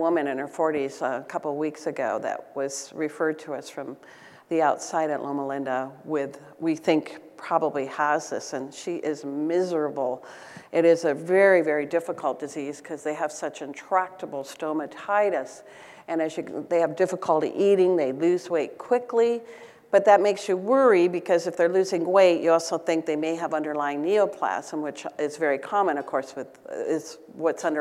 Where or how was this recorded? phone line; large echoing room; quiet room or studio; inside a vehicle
large echoing room